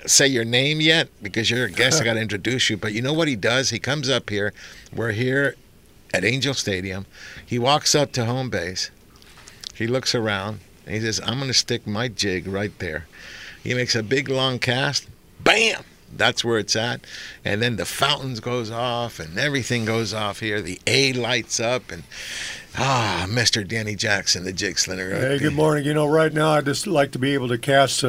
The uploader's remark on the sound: "LIVE" from Angel Stadium in Anaheim, CA